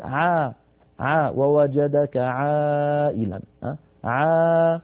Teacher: فالعين مستفلة فلا تفخمها العرب، يعني لا يصح أن نقول عا لابد أن نقول عا ووجدك عائلا عا مرققة.